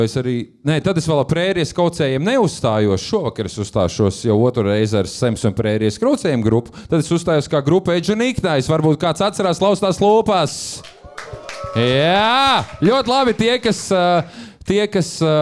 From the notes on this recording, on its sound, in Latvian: Ieraksts no Live epizodes Cēsīs Fonoklubā